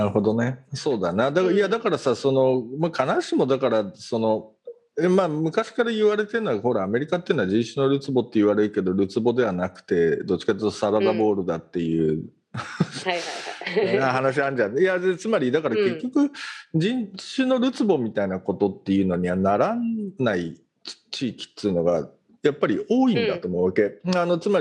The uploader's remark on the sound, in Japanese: 本収録はビデオ会議サービス「Zoom」を使用し。一部聞き取りづらい箇所があります。